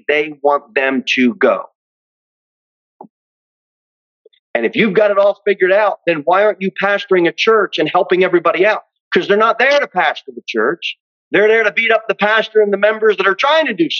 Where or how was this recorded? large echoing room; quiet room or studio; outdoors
large echoing room